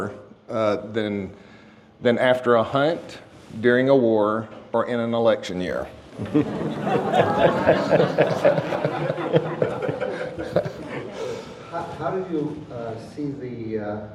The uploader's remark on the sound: This is my live presentation to an audience in Phoenix AZ.